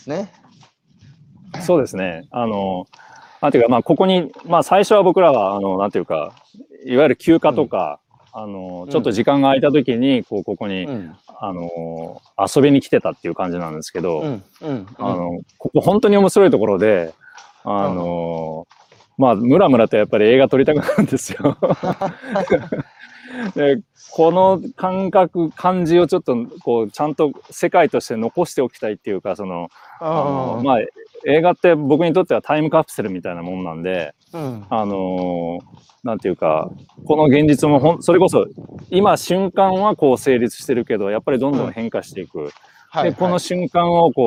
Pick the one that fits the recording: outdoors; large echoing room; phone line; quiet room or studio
outdoors